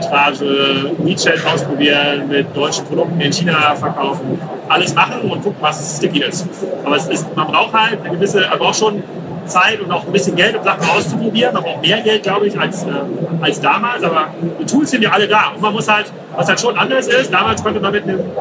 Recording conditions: poor sound quality